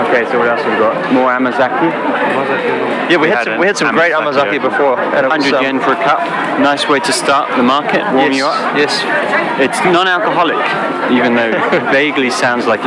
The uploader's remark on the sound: On location this week from the Boroichi Flea Market in Tokyo. Scramble around Tokyo’s oldest flea market (dating back hundreds of years!).